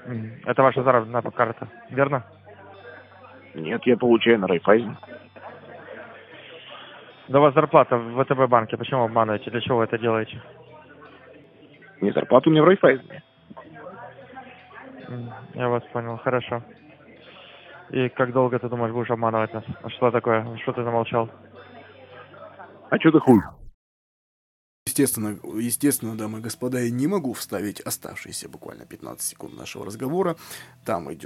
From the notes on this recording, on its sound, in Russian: Записали разговор и готовы поделиться. Поговорим с мошенниками в почти прямом эфире. В уютном домашнем подкасте.